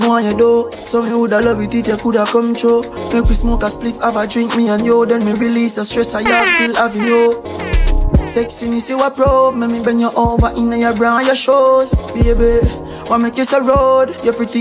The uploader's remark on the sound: LIVE AUDIO. A recording of my set at Island Saturdays.